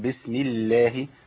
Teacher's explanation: ميم مكسوره قبل لام لفظ الجلاله، يبقى عندي ايه؟ ترقق لام لفظ الجلاله